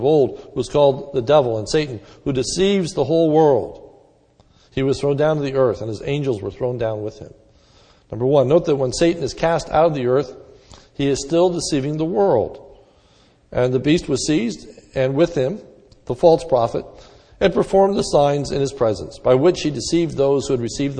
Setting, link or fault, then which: setting, large echoing room